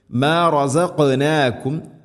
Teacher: റസഖ് ഖാഫിന് സുക്കൂനാണ്, ഖൽഖല ചെയ്യണം, ശരിക്കും കേൾക്കണം. മാ റസഖ്നാകും, മഖ്റജും ശ്രദ്ധിക്കണം, തൊണ്ടയുടെ മുഗൾ ഭാഗവും കഴിഞ്ഞ് ചെറുനാക്കിൻ്റെ ആ ഒരു ഭാഗമാണ് ഖാഫ്.